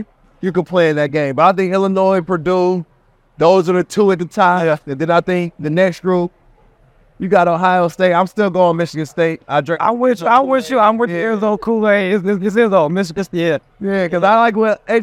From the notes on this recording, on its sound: Live From Crew Life Camp. From their annual Crew Life Youth Basketball Camp in Fort Wayne, Indiana.